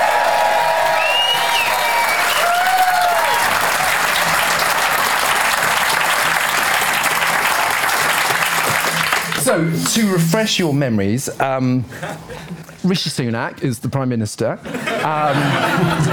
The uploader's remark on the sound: Live at London’s Comedy Store. Gathering before a well-refreshed audience at London’s world-famous Comedy Store.